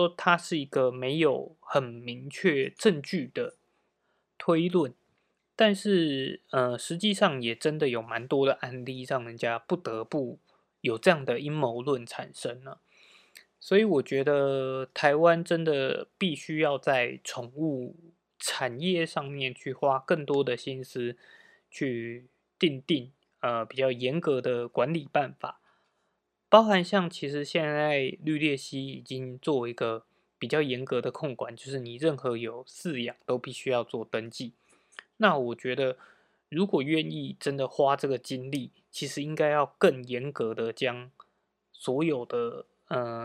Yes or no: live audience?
no